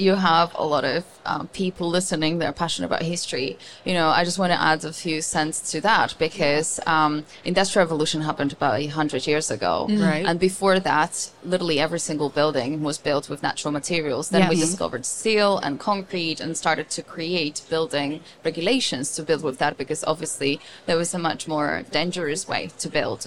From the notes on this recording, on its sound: In this bonus episode, we share day 2 from our live podcasting event at the 2023 AIA Conference on Architecture in San Francisco, California. On the expo floor of A’23.